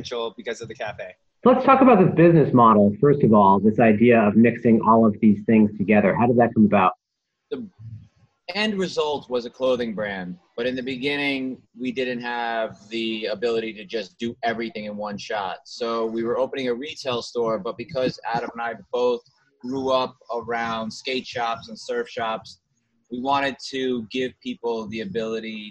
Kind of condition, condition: link, video call